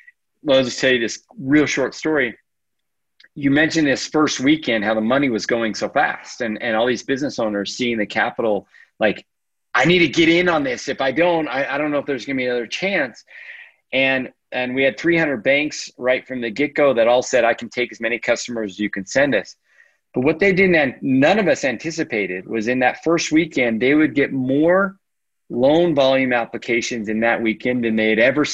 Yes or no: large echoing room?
no